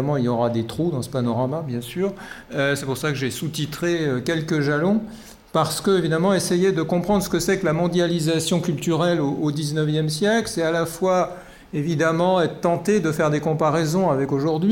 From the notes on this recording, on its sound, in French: A l'invitation du musée d'Orsay. Enregistrement de la conférence.